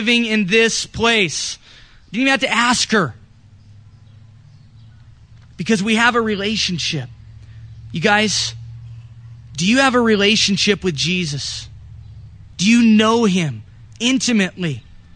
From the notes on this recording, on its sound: This recording was done during our church in the park, July 5th.